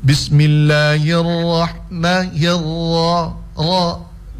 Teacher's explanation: usahakan selesai di ro itu dia tebal, jangan roh